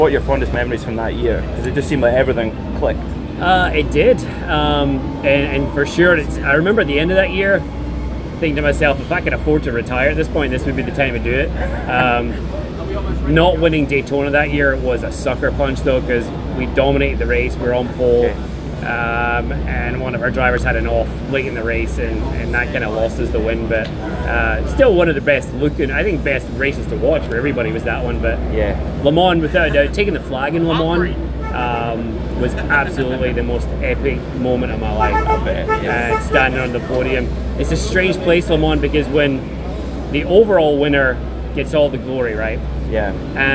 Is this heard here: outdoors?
yes